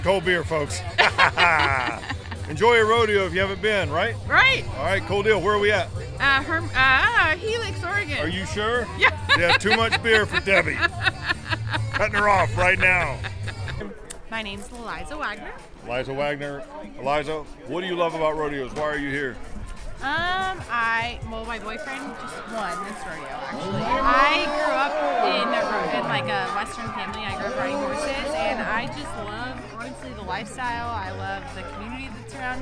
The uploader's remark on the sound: LIVE at The Helix Rodeo (On Location)